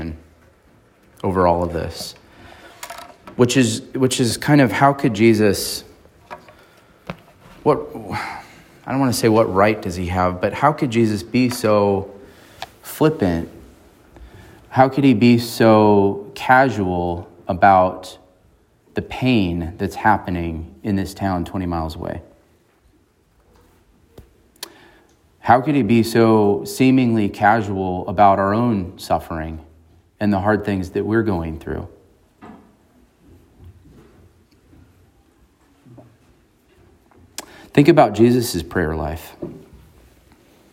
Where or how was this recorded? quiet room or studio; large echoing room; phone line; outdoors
large echoing room